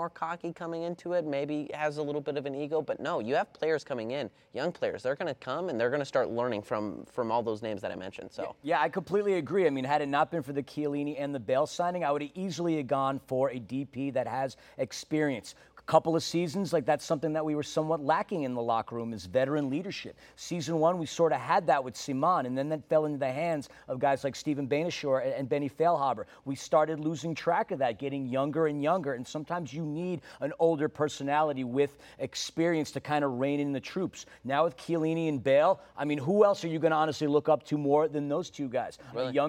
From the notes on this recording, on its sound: live from Banc of California Stadium